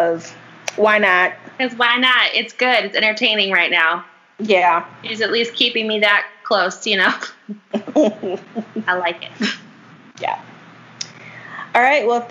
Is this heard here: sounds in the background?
yes